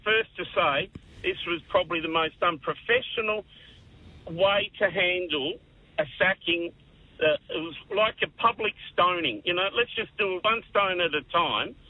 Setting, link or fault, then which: link, phone line